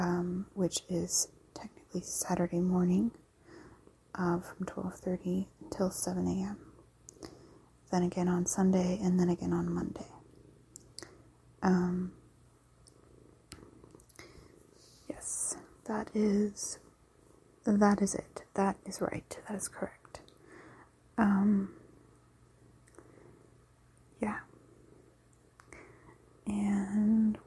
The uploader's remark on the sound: This episode includes lofi soft spoken rambling, unintelligible whispers, and the sound of a cat purring.